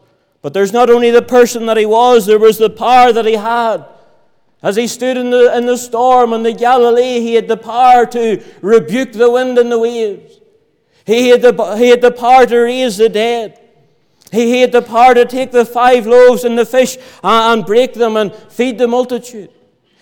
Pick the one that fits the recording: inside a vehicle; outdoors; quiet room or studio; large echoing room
large echoing room